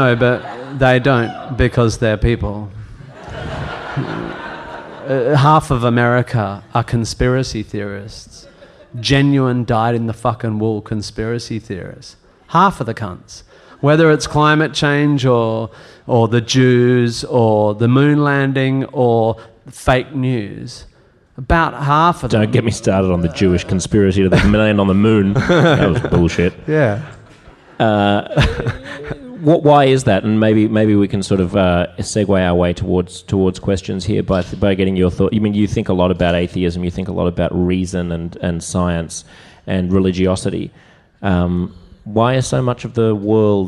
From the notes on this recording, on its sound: live on stage for a sold-out podcast performance